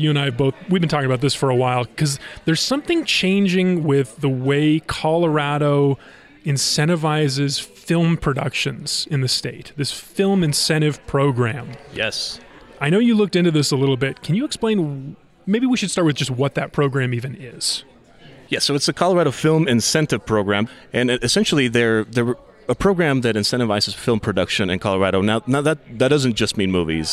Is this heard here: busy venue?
yes